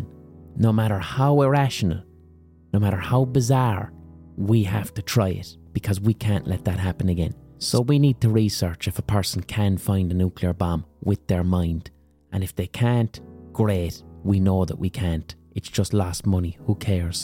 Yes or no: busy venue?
no